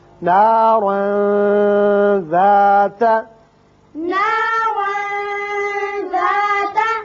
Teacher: تنوین کے بعد حروف اخفاء میں سے ذال ہے، لہذا یہاں تنوین کے نون پر اخفاء ہوگا